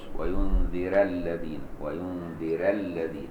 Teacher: الراء طبعا بتاع ينذر هتبقى رقيقه عند ورش · Term: الترقيق